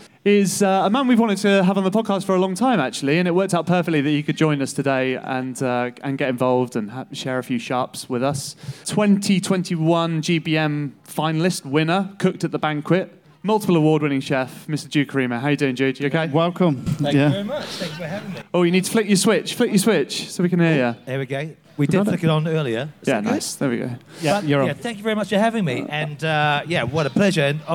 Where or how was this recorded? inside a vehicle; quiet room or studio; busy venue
busy venue